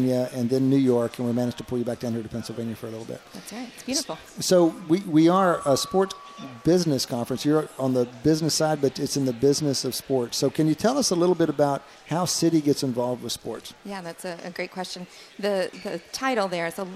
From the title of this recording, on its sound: at the Wharton Sports Business Summit 2018